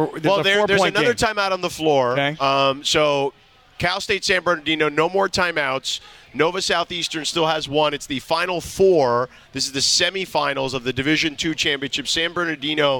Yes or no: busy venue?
yes